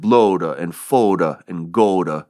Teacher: Chaucer rhymed the words blood, food, and good, using probably a long O sound